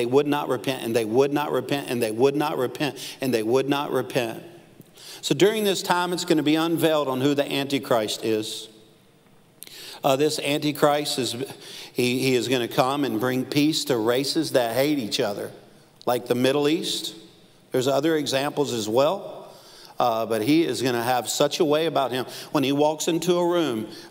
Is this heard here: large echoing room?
yes